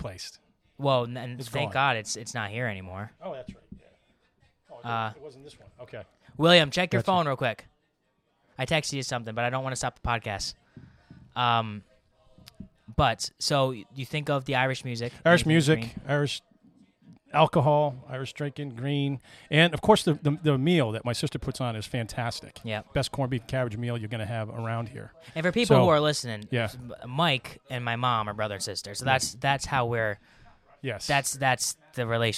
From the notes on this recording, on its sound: We are coming to you LIVE from the 2023 Gilbert St.